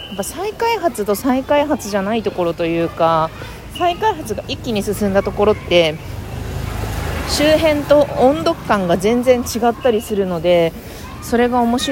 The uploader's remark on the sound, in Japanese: 武蔵小杉を歩きながらしゃべっています。